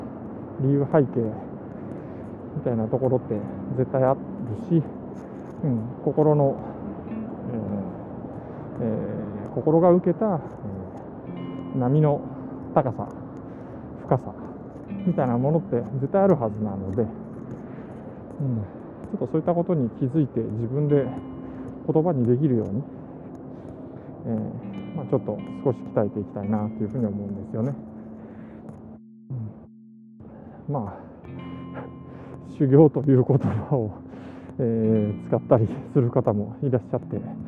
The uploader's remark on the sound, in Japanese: 歩きながらイヤホンマイクを使って録音したんですが、マイク部分が服に当たってカチカチと耳障りな雑音が入ってしまった。